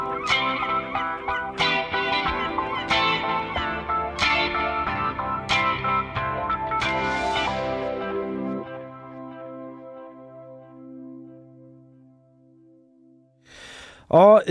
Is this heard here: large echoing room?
no